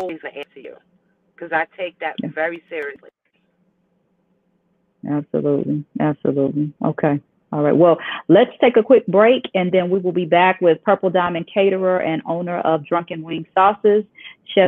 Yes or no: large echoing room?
no